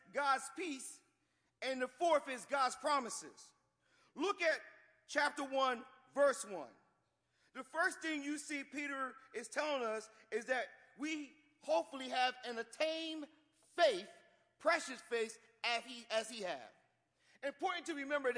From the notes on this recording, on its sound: Watch Nights - New Years Eve Service 12-31-14 - Audio. Live, new years eve.